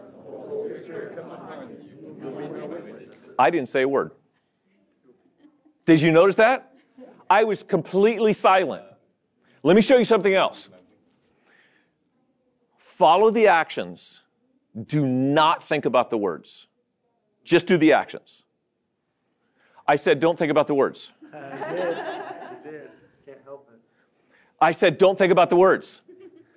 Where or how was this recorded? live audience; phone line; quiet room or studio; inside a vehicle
live audience